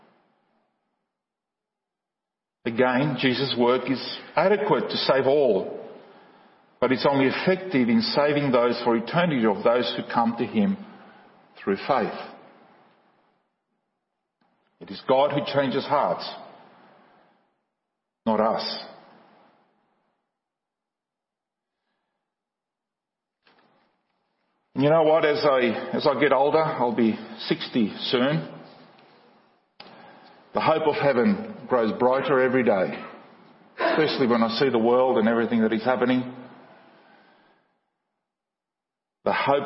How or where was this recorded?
large echoing room